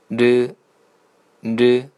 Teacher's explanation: 我们读韩语这个音的时候呢，舌尖抵到你的上颚，然后呢弹开发出“日，日”试一下，“日”。刚开始练习的时候，一定要贴到你的上颚， · Term: 闪音